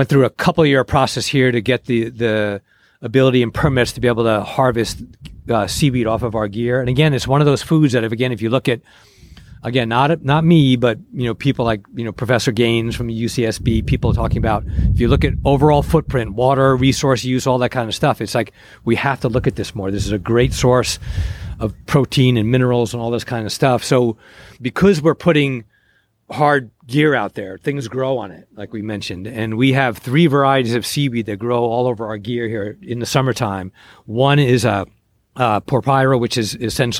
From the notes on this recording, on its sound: This week’s episode was recorded *live* at Hog Island Oyster Co. This week’s episode was recorded *live* at Hog Island Oyster Co. On the shores of Tomales Bay in Northern Califor ni a.